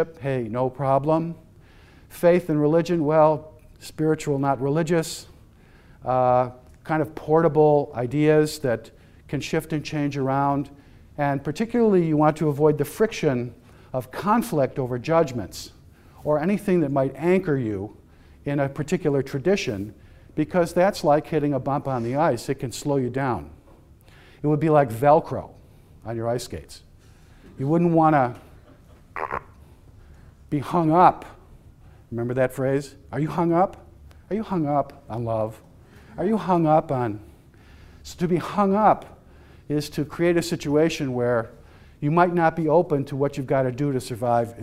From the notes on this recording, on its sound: lecture was a part of the Society of Catholic Social Scientists Conference